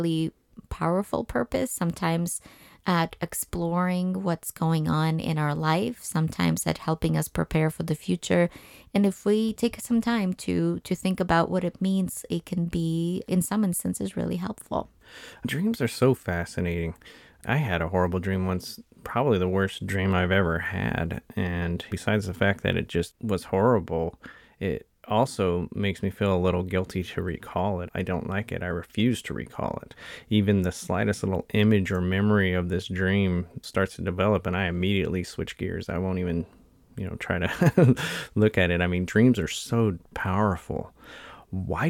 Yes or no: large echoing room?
no